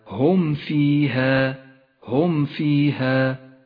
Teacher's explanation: تكون الميم ساكنة أشد إظهارا إذا جاء بعدها حرف الفاء · Term: الإظهار الشفوي